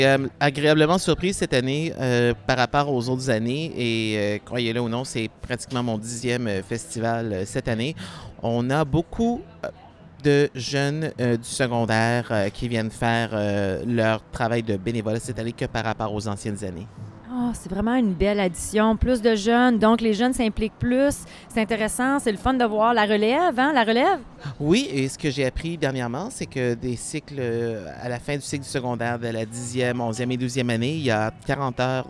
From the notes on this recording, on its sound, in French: En direct du Festival du Bois 2023! Écoutez des entrevues avec les musiciens, artisans, spectateurs et bénévoles.